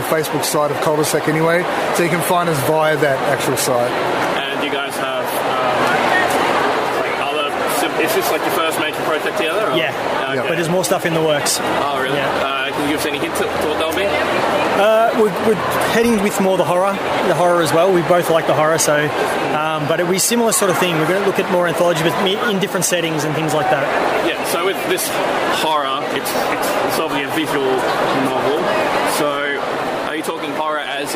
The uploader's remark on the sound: Supanova interview. Recorded at Supanova Expo on April 6th, 2019 in Melbourne.